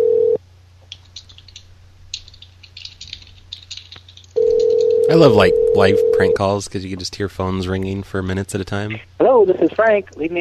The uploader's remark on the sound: Prank Phone Calls